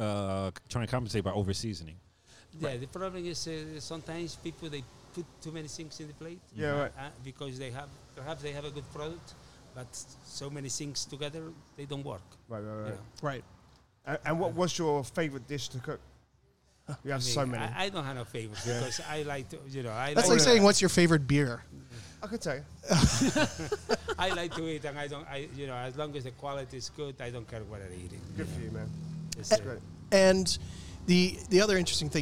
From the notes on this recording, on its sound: Table side chat. This podcast was recorded live at Ibizia Kitchen in Chappaqua, NY .